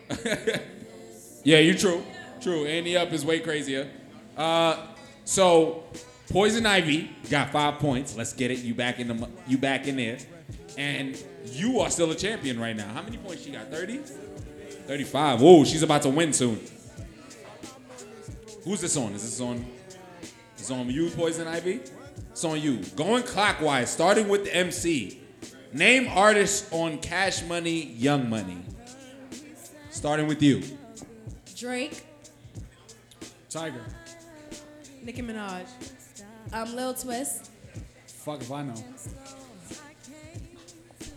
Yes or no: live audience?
yes